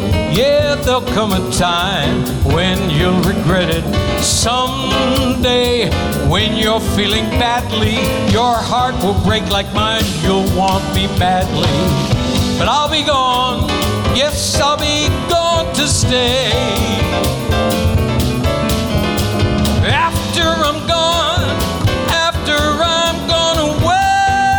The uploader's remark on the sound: Live at the SouthPoint Casino